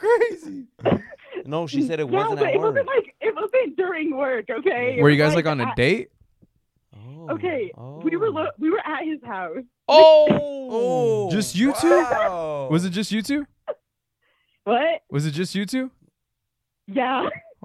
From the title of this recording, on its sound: Call In Episode